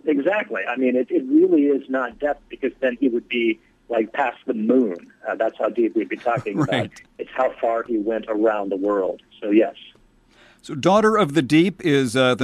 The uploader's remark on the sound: called in for a chat